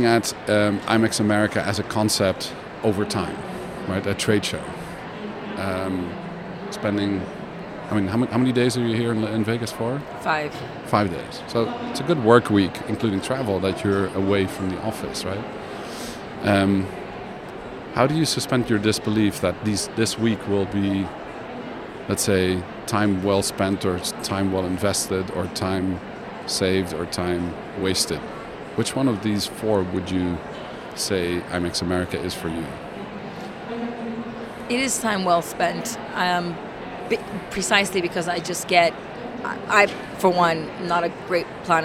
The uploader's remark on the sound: Live from #IMEXAmerica